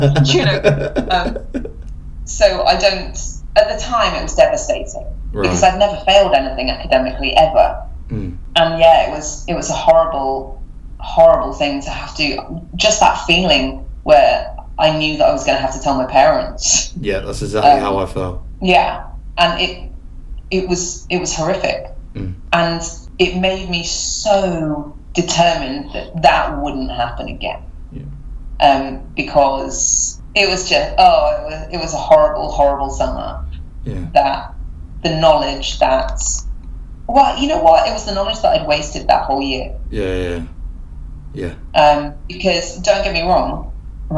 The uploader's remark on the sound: I apologise for the fact the sound quality isn’t at the usual quality with it being a remote interview.